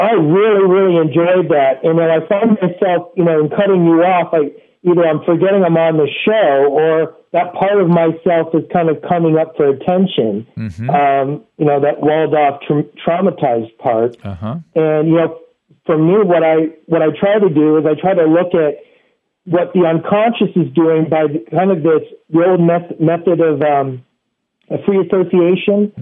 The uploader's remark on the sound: Listener Phone Calls